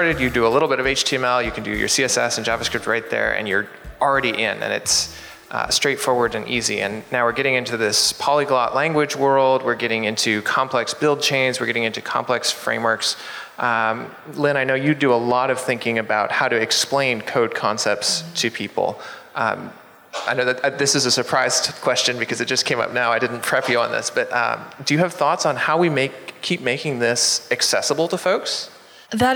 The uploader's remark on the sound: LIVE from JSConf Hawai'i